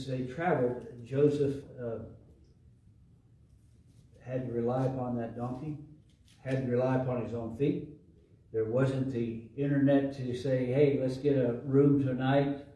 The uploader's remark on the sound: LIVE from Calvary